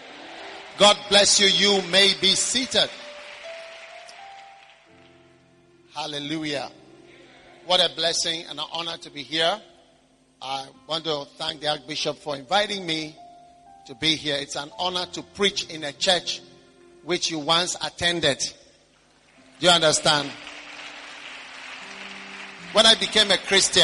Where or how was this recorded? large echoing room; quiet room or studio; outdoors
large echoing room